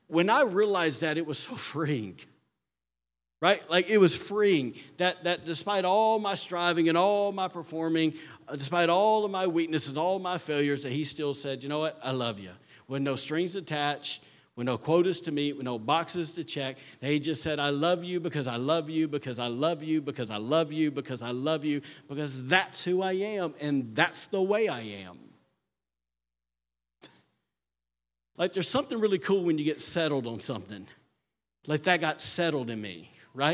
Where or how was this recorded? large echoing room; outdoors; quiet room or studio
large echoing room